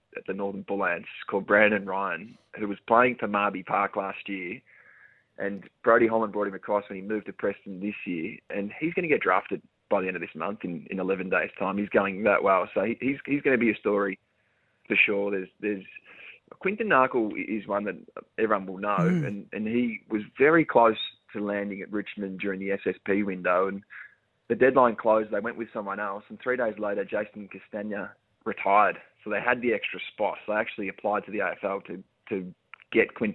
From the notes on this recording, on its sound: phoned this morning